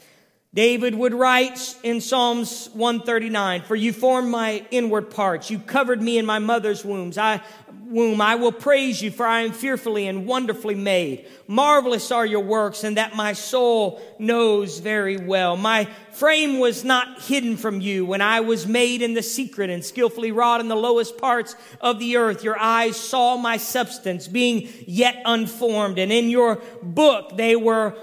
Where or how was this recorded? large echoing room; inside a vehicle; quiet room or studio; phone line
large echoing room